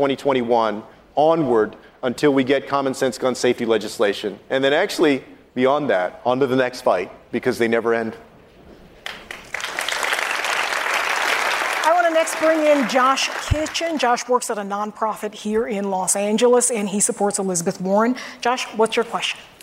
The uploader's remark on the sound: answers questions during a live town hall